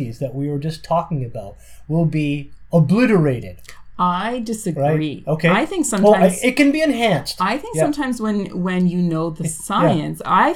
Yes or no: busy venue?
no